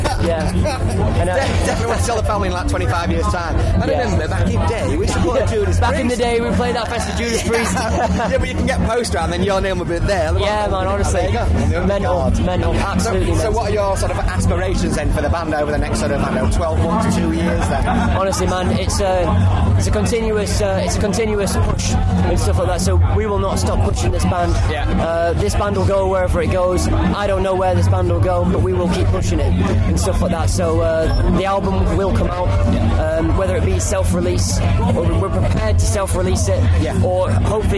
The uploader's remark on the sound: At this years Bloodstock Festival 2018. They rocked it on the Jagermeister stage!